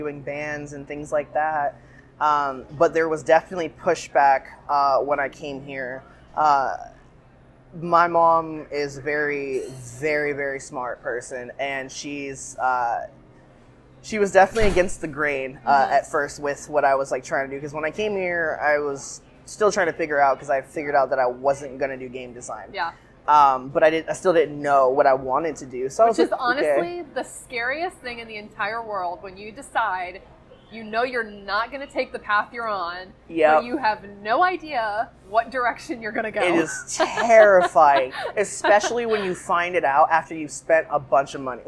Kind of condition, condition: setting, busy venue